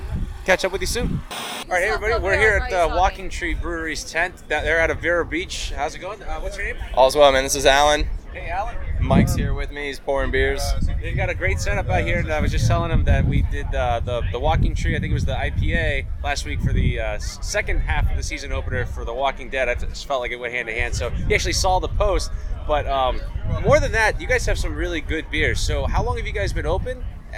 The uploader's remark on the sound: BMC - LIVE - The 2018 Florida Brewers Guild Craft Beer Festival